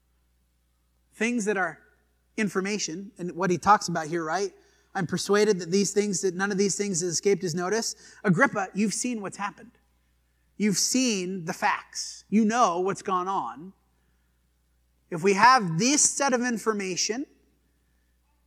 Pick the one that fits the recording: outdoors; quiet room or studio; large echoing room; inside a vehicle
large echoing room